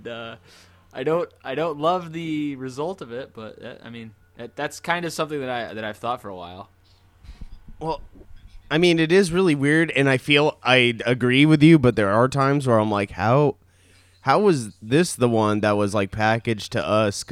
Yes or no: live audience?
no